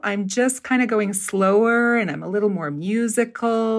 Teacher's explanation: The tempo of the Salt Lake City accent is just it's a lot more leisurely and it's just kind of a little sing-songy and it's just people are taking t- their time and you're going to hear a lot more kind of upward inflections.